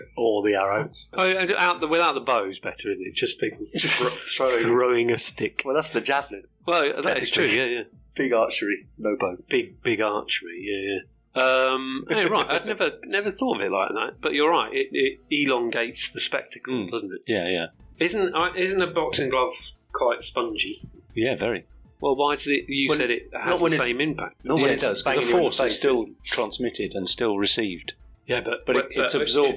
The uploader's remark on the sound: Due to some technical difficulties the sound is sub-optimal but discernible.